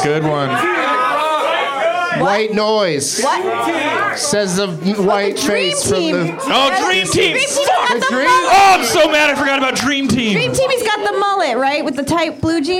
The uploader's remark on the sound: Back at the UCB Theatre in LA